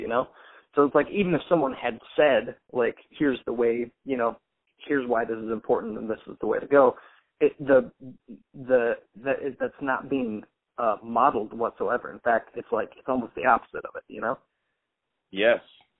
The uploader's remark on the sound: I used a piece of technology that's new to me which is a telephone call recorder, so the quality's a little lower than usual (a few hiccups especially in the second half) and it ends abruptly. The trade off is that I can broaden the scope of the podcast to outside just the area where I live.